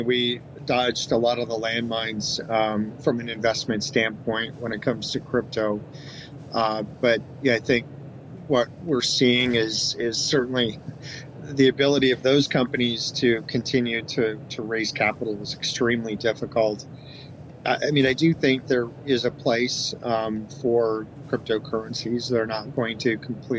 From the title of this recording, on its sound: LIVE FROM MONEY 20/20